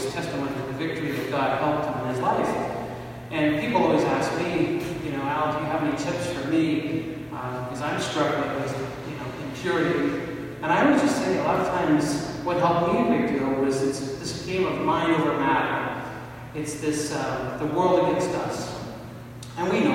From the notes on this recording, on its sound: This talk was given on March 16, 2019 at the Step Up Men's Conference in Montreal, Quebec, Canada. The event was hosted by Serviam Ministries and the Band of Christian Brothers Men's Group.